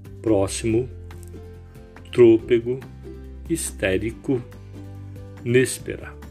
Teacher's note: Proparoxítonos, sílaba tônica na antepenúltima sílaba.